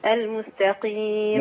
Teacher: تنزلي بالقاف لان القاف هنا مكسوره في ادنى المراتب